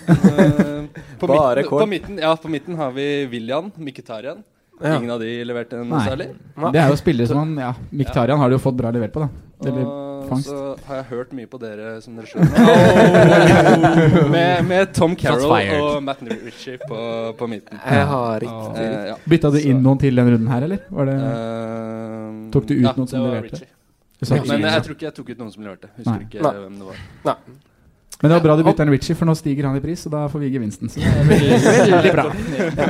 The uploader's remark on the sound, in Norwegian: September var det duket for ny live-innspilling på Pokalen i Oslo! Også andre spm fra gjester i salen!